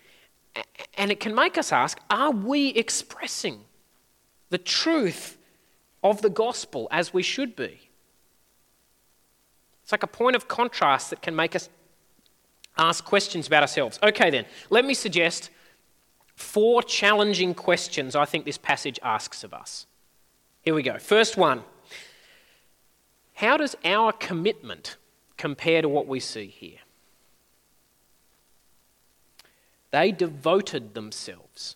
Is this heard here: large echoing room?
yes